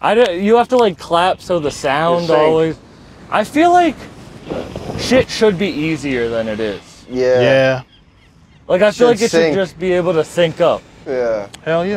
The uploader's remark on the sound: Recorded live on Revere Beach